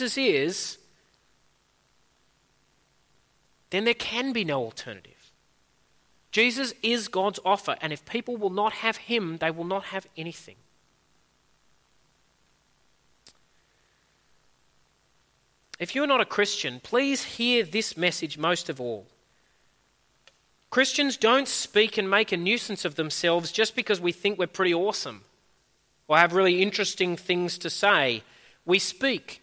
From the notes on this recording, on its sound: At a Church in the Graveyard service